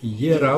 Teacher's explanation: il n'y a que le E, la syllabe du milieu, l'avant-dernière, donc toujours, qui est accentuée · Term: accent tonique